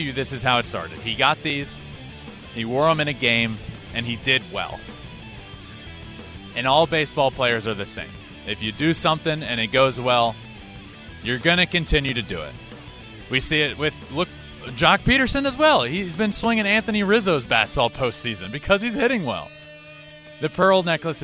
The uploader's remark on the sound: LIVE from Minute Maid park following Game 2 of the World Series